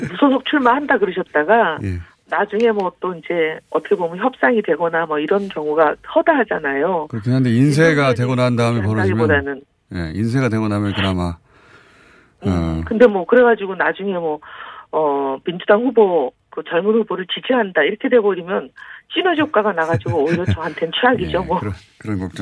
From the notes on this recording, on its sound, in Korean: 전화연결.